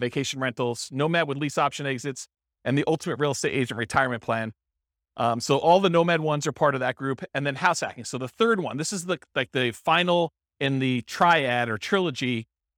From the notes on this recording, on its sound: This was a live class recorded